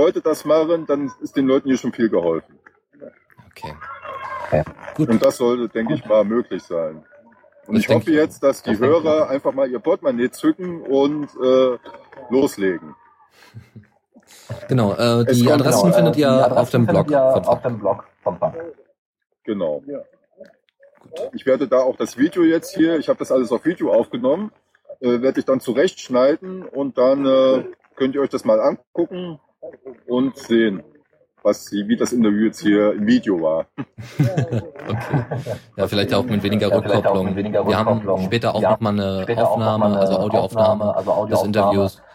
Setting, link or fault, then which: setting, outdoors